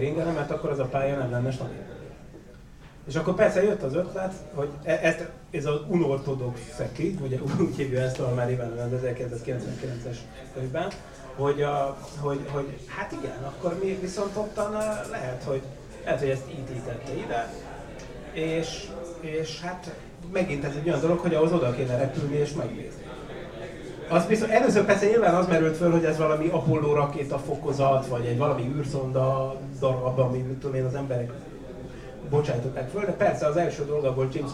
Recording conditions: live audience